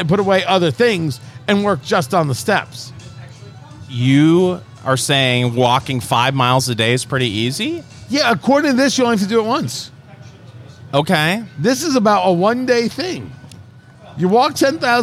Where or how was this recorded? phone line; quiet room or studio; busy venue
busy venue